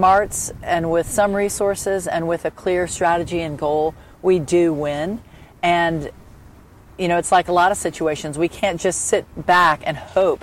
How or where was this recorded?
outdoors